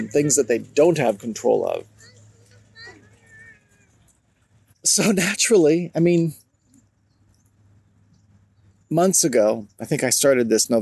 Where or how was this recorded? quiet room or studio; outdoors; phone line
outdoors